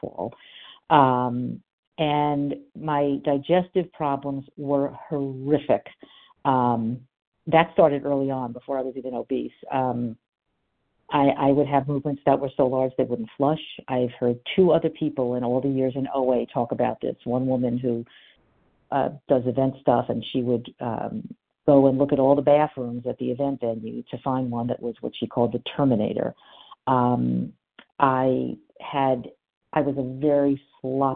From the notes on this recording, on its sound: from the 100 Pounders Phone Meeting